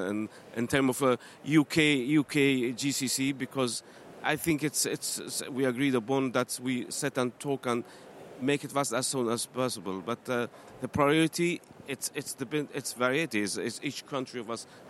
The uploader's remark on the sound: CMEC AT CONSERVATIVE PARTY CONFERENCE